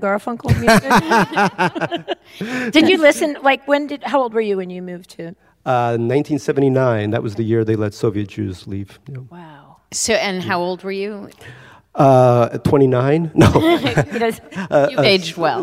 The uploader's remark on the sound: Recorded live. Crybabies Live at the Bard.